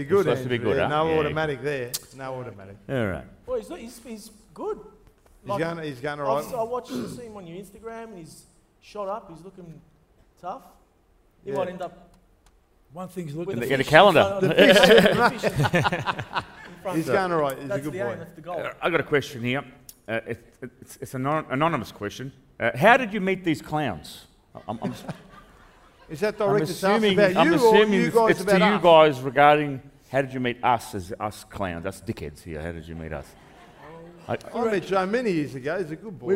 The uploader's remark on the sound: Live From Crown Casino